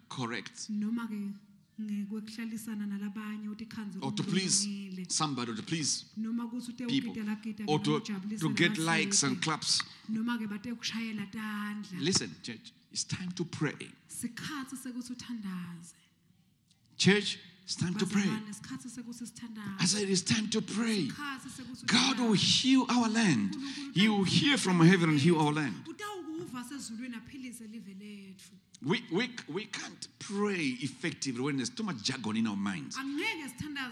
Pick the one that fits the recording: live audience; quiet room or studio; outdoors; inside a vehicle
live audience